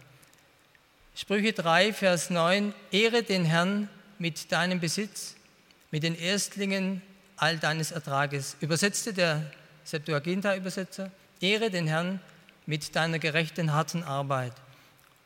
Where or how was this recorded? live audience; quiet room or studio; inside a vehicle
live audience